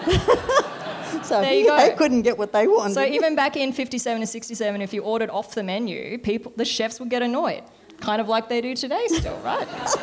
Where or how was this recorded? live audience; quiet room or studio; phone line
live audience